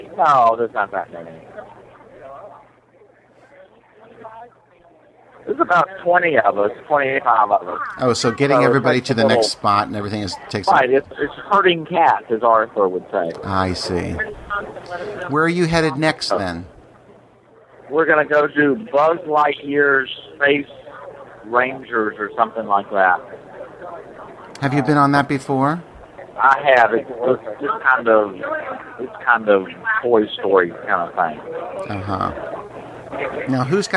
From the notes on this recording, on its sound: LIVE From Gay Days! Listen in as I chat with many of the podcasters at Gay Days at Disney!